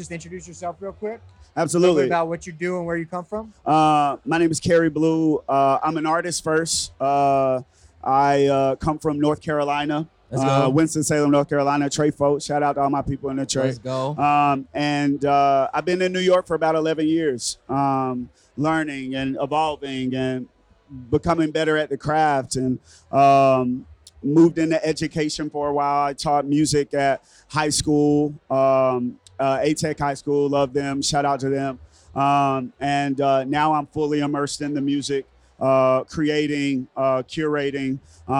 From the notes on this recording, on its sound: Live from Digilogue Day, this is part two of our marathon live interviews as a part of Digilogue Day’s Music Discovery Media Hub.